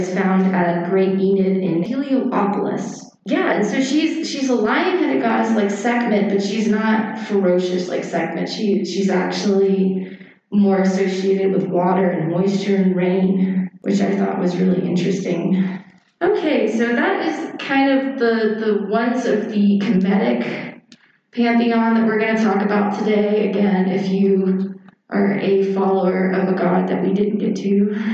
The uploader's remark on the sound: Share a recording from a presentation on Furry and the Occult at Biggest Little Fur Con, in Reno Nevada this past October. We have included audio from the discussion part.